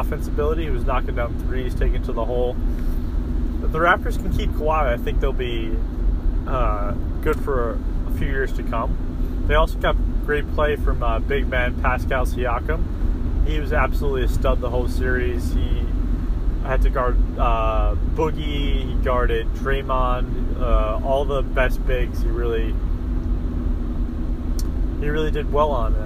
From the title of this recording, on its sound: Podcast in a Car